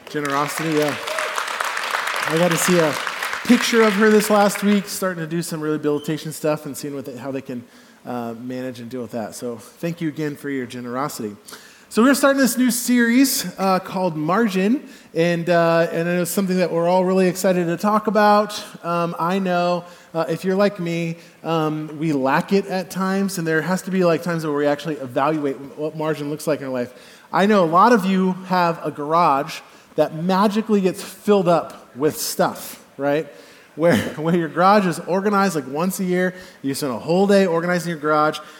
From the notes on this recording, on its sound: Message delivered at the Benicia campus